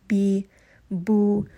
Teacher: And then also when you say ba, you are closing the two lips and then opening it on the alif sound · Term: letter ba